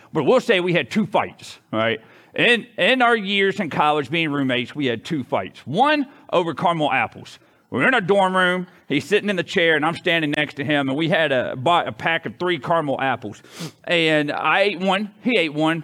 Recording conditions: large echoing room